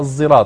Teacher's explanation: فهي إشمام الصاد سينا · لا ليست زاي وإنما هي صاد مشمه السين